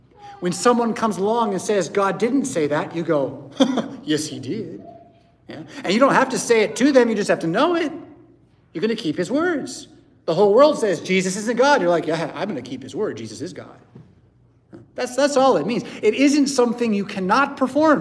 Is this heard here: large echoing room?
yes